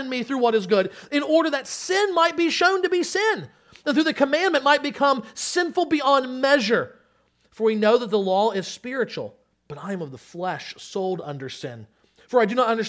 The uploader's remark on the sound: Sermon Audio from Crossway Christian Church